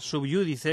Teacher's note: sub iudice con acento en la U